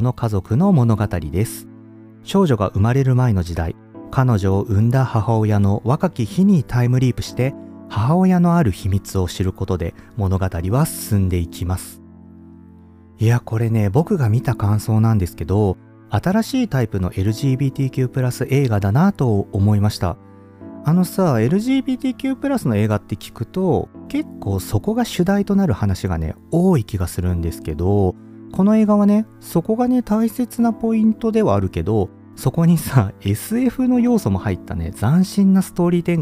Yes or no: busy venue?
no